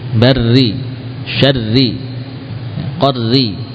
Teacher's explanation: bahkan semua kalangan Arab membaca ro kasrah dengan tipis · Term: ro dibaca tipis